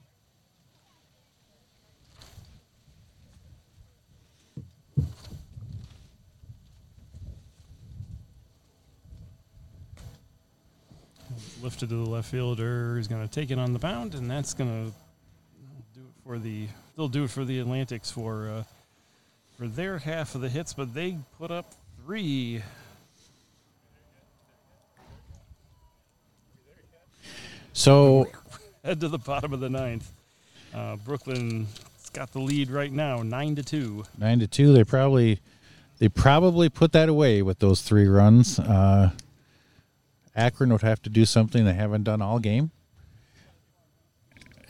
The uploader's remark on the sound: MVBBF in Frankenmuth. From the Michigan Vintage Base Ball Festival back in June.